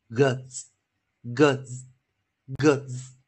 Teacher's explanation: 要把它浊化，也就 s 要发出 z